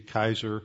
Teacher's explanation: Actually, the Caesar was not pronounced with a soft C. It was pronounced with a hard C, Kaiser. That's where we get the German Kaiser, the Russian Tsar.